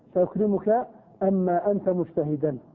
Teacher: النون الساكنة جاء بعدها ما، هذا إدغام، فيجب هنا الإدغام حتى في اللغة